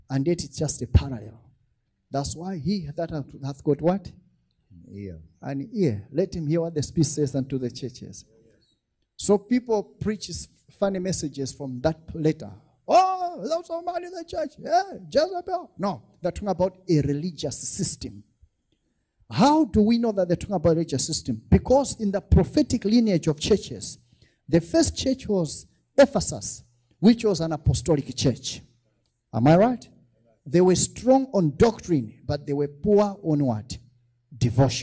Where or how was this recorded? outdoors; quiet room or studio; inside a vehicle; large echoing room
large echoing room